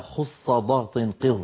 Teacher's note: فالمستعلية كما مر معنا هي خص ضغط قظ، هذه السبعة كانت العرب إذا نطقتها ضغطت صوتها إلى قبة الحنك وبالتالي هي مفخمة · Term: حروف مستعلية